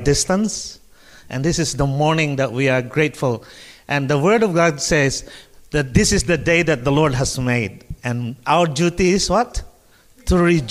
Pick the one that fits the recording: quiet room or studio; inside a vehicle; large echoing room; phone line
large echoing room